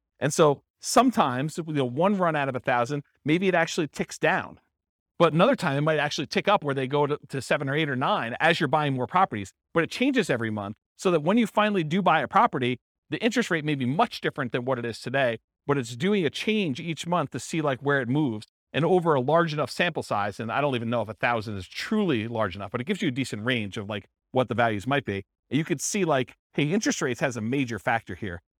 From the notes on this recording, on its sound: This was a live class recorded